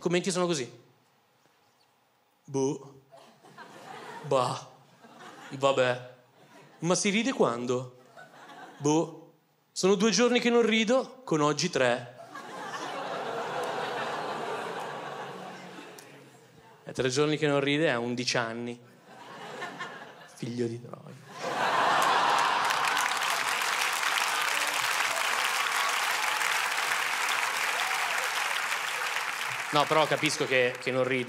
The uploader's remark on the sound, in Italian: Registrato al Teatro Manzoni di Milano